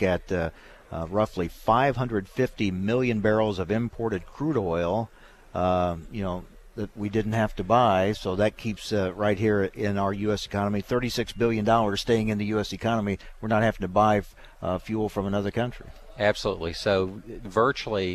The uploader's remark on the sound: from the National Ethanol Conference in Orlando